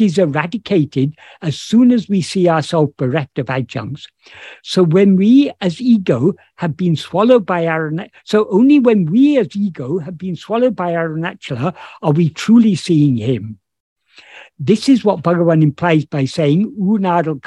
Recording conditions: video call